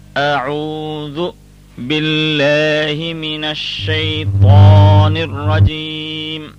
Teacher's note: we do not say a'u zo, zo with a z sound, but we say a'u the thal sound. So the z, which is hard, is quite different from the thal, which is slightly sharper and lighter.